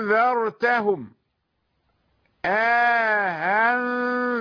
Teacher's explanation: قالون وأبو عمرو يسهلون مع إدخال الألف · Term: الإدخال مع التسهيل